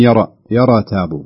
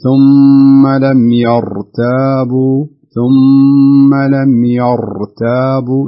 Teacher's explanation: الراء انتبه لها، يعني كأنك تدخلها من ضمن الحروف القلقلة أنت · Shown in: first take